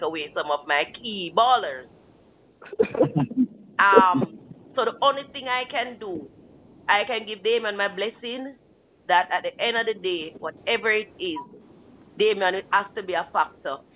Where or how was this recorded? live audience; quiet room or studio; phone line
phone line